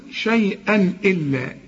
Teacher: التنوين اللي بعده همزة ما فيش تغنة، كل تنوين بعده همزة ما تغنش في عموم القرآن